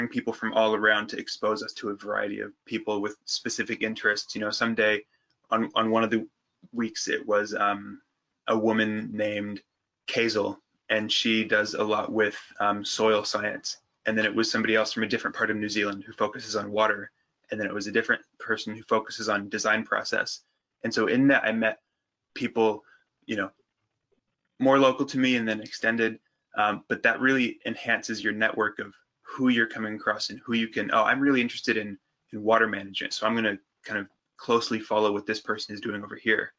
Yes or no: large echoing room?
no